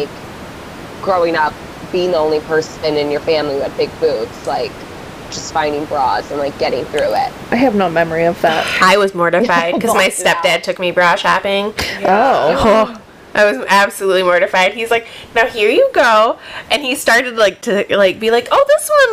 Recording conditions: background noise